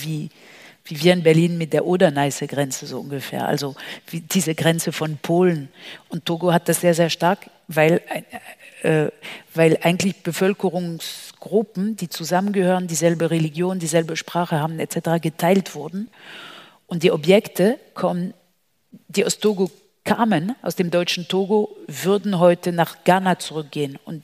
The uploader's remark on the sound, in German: KontaktAufnahme 67 - der Podcast des Bildungszentrums Nürnberg. Folge der KontaktAufnahme entstand im Rahmen einer BZ-Veranstaltung im Katharinensaal. Kurze, französischsprachige Sequenzen gegen Ende der Aufnahme werden vollständig übersetzt.